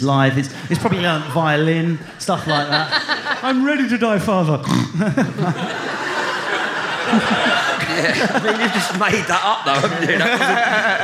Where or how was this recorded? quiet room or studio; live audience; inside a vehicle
live audience